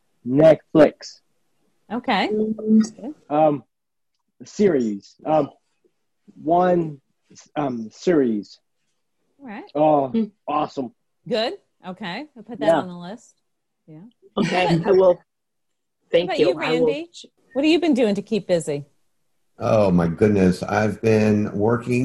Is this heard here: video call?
yes